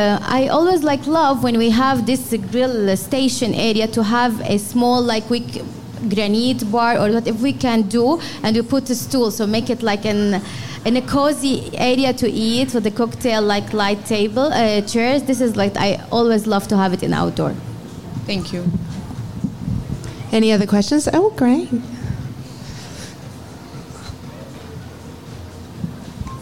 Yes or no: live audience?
yes